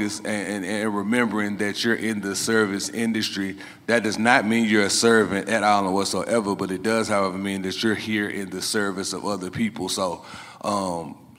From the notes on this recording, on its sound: LIVE from the Carolina Meat Conference. The Carolina Meat Conference hosted by NC Choices in Charlotte, North Carolina.